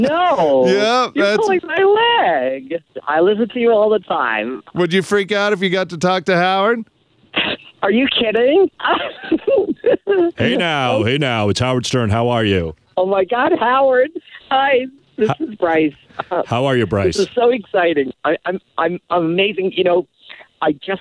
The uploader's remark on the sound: Calls a Gay Nightclub in New Phony Phone Call.